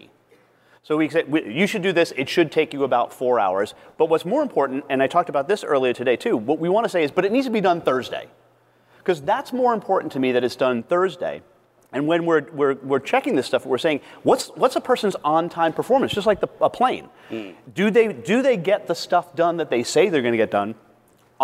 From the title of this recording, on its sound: Live from Scaling New Heights